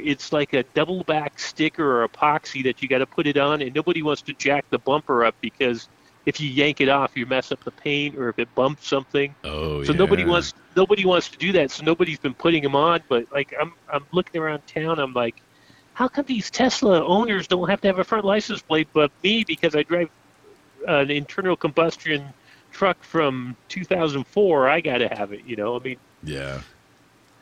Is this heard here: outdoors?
yes